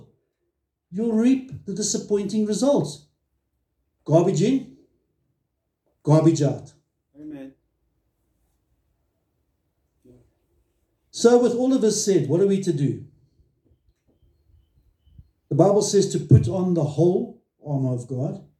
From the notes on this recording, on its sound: At Love Beyond in Harveston.